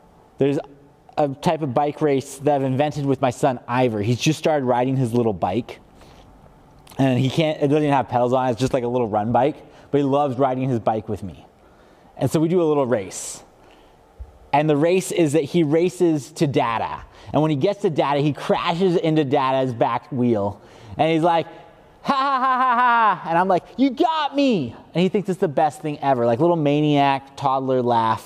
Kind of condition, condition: setting, large echoing room